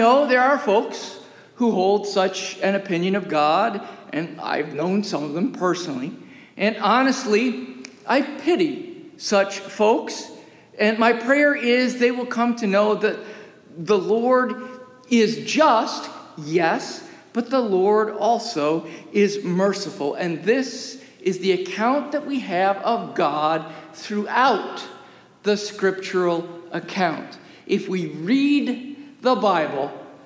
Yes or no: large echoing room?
yes